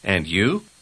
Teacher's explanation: Вы заметили, как звук «д» в конце первого слова соединяется с «й» в начале второго?